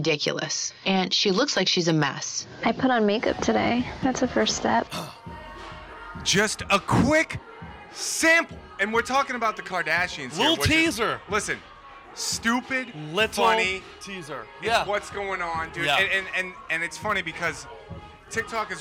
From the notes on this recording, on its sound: LIVE at The Greatest Bar in Boston, MA.